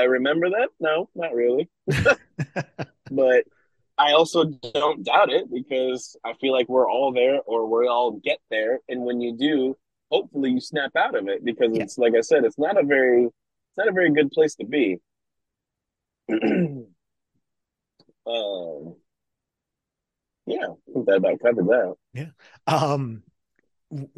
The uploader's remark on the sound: There are some audio glitches during this as the connection up in the PNW wasn't the best. Was en route to a show.